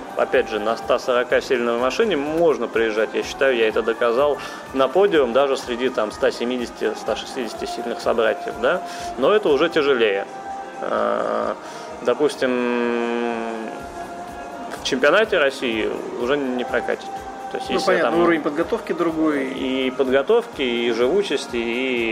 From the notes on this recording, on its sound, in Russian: Этот выпуск я записал в одном из московских кафе